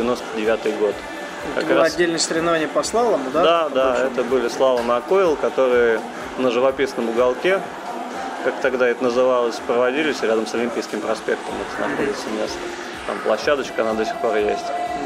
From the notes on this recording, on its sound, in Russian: Этот выпуск я записал в одном из московских кафе